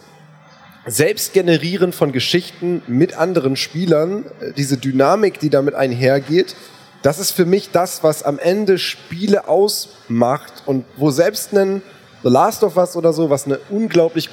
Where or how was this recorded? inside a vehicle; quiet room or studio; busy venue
busy venue